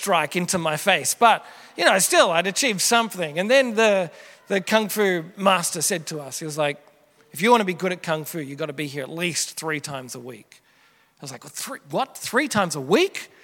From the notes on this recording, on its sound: Originally preached at Merri Creek Anglican Church in August 2023